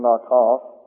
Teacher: The Hebrew is N-A-T-A-F, Nataf. Those are long A's pronounced that way in the Hebrew